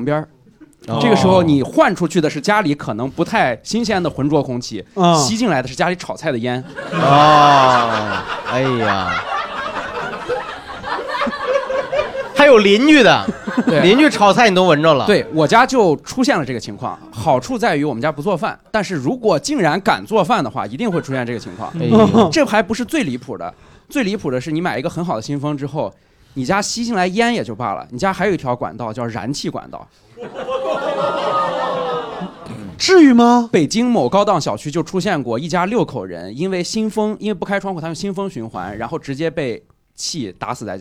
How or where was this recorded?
live audience